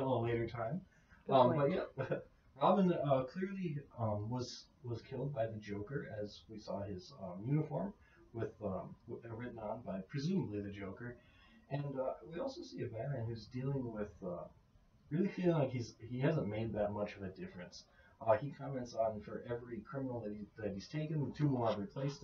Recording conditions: poor sound quality